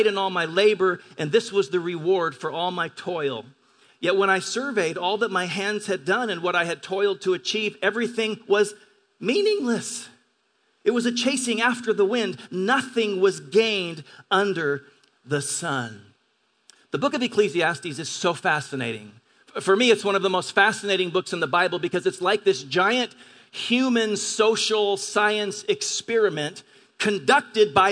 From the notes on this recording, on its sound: At Grace Church of La Verne. At Grace Church of La Verne.